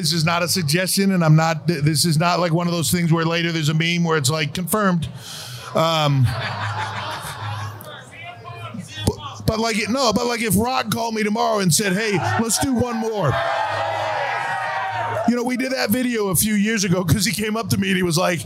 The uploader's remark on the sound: Live from Vegas SummerSlam Weekend!